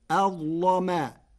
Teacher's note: قرأ ورش كلمة أظلم بتفخيم اللام فتصير أظلما، لمجاورتها حرف الاستعلاء